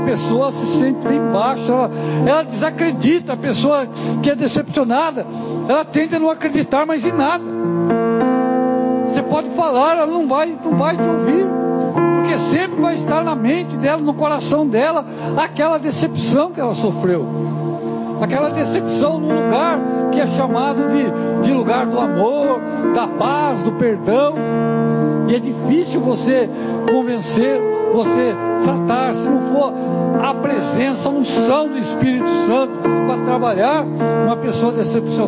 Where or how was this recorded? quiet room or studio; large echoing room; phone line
large echoing room